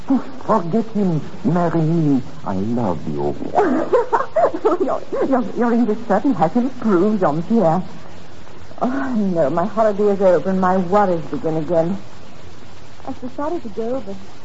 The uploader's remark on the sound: Audio is a bit mushy, but all the shows from this series seem to be less than clear.